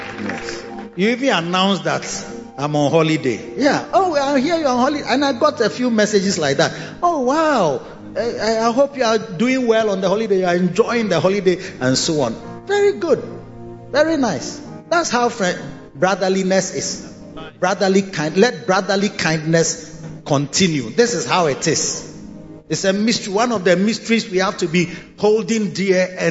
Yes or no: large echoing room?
yes